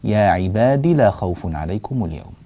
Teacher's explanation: يا عبادي بدال مكسورة وليس بعدها ياء